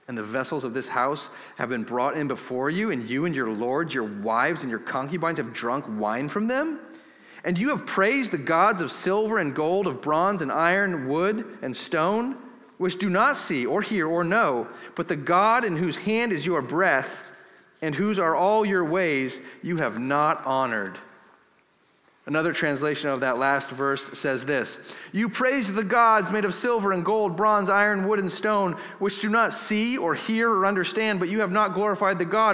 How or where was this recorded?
large echoing room